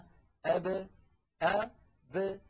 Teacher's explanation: يعني قلنا بأن العرب بدل أن يقولوا أب إذا سكنت الباء يقولون أب أ ب فيخرجون الباء بالتباعد بين الشفتين لا بالتصادم بينهما دون أن يصاحب ذلك انفتاح للفم، لأنه لو صاحبه انفتاح لانفتحت الباء باء، ودون أن يصاحب ذلك انضمام للشفتين لأنه لو صاحب ذلك انضمام للشفتين لانضمت الباء بو، ودون أن يصاحب ذلك انخفاض للفك السفلي لأنه لو صاحب ذلك انخفاض للفك السفلي لانكسرت الباء بي. · Term: القلقلة